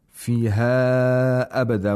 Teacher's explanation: we have مَدُّ الْمُنْفَصِل، which was lengthened to four vowel counts.